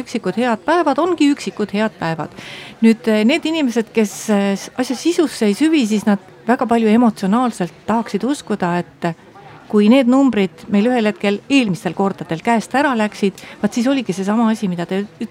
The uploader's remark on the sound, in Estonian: Sel reedel läheb Nädala tegija eetrisse Arvamusfestivalilt